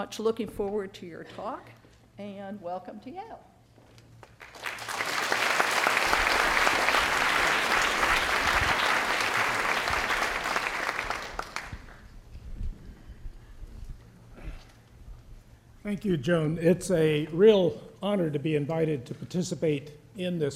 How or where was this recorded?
live audience